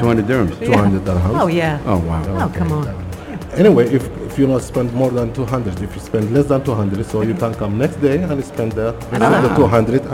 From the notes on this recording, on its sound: Live from Zero 6 Mall.